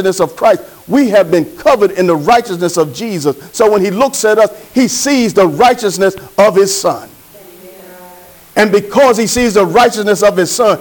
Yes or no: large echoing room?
yes